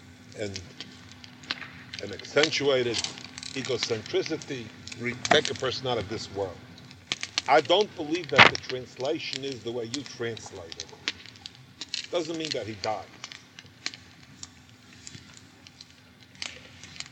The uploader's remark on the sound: Campfire Q&A